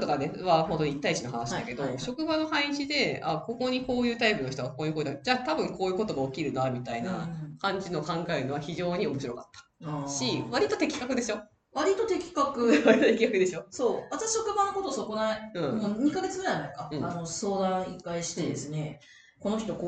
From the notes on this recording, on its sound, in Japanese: 今月音質が非常に悪いです！すみません！